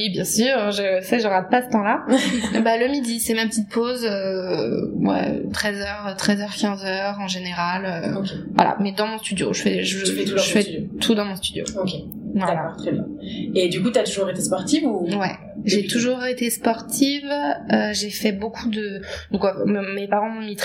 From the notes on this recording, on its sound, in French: CET EPISODE FUT LE TOUT PREMIER ENREGISTRER, LE SON EST DONC TRÈS TRÈS MOYEN